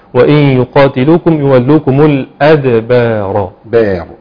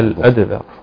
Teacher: ولو هيقف عليها يقف الادبار بتفخيم الراء مفخمه وصلا ووقفا